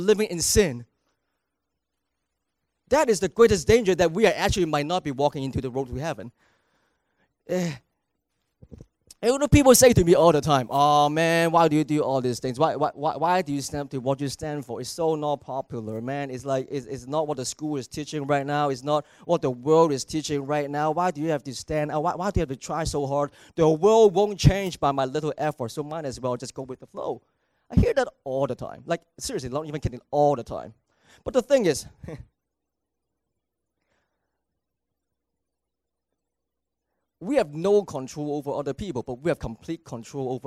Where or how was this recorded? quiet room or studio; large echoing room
large echoing room